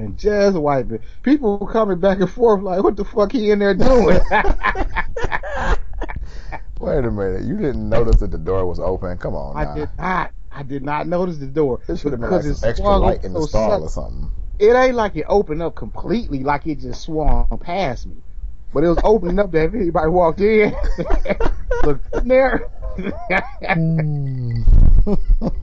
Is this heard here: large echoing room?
no